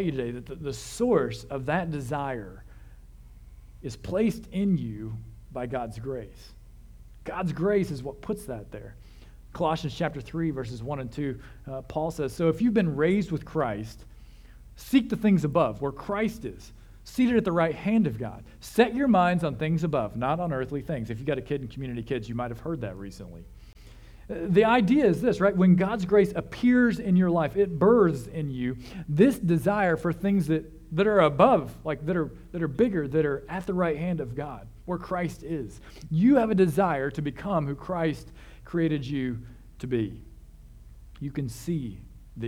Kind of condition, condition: setting, large echoing room